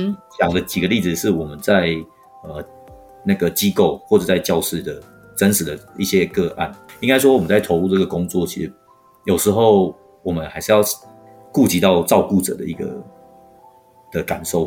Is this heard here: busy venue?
no